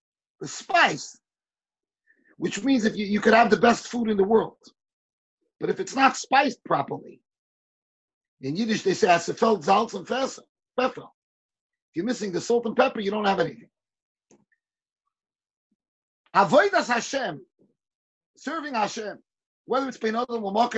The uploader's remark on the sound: Shiur recorded on Zoom conference.